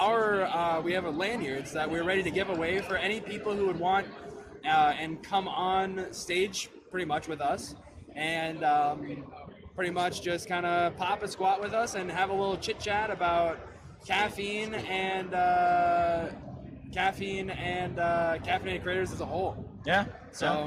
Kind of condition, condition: setting, busy venue